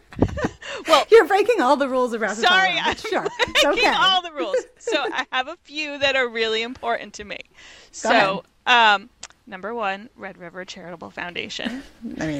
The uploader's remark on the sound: live from her beehives